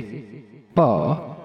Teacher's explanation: जब बोलने लगे तब उसकी माता बालक की जिह्वा जिस प्रकार कोमल होकर स्पष्ट उच्चारण कर सके वैसा उपाय करे कि जो जिस वर्ण का स्थान प्रयत्न अर्थात जैसे प इसका ओष्ठ स्थान और स्पृष्ट प्रयत्न दोनों होठों को मिलाकर बोलना